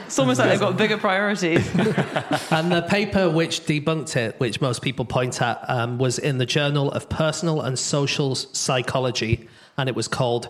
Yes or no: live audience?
yes